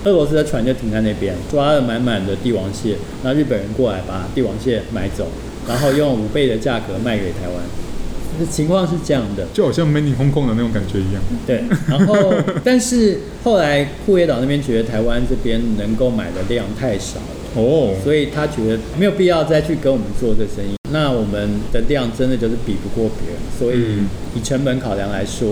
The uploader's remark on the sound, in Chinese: 本集白噪音指數：微風級 2/5。錄音現場約 25°C。錄音地點： 明星咖啡館 - Cafe Astoria。